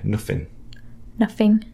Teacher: the TH sound is going away in London.